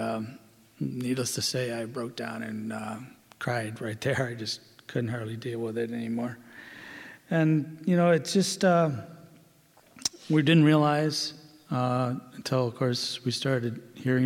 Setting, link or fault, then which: setting, live audience